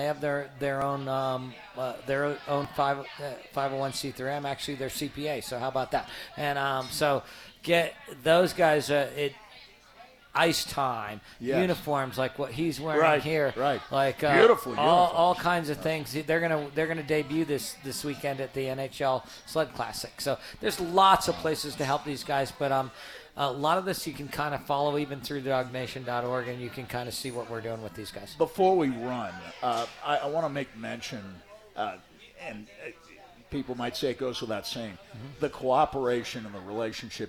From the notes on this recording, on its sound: live at the Campus Lounge